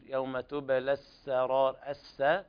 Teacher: ليس فيها صاد، هذه سين مرققة